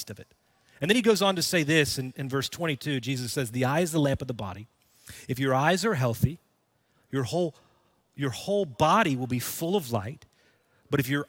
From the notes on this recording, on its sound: Recorded Live at Brookwood Church.